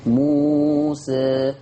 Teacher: انت ملت بالالف شوية، صوتها غريب، لكن احنا حاسين برضو اتجاه الحرف للفتحة اقرب شوية · Term: اماله صغرى